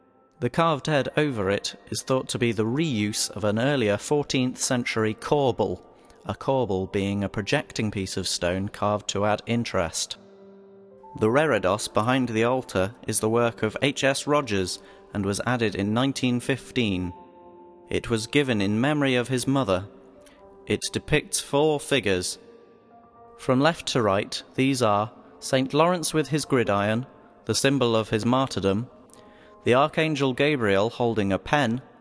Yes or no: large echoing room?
yes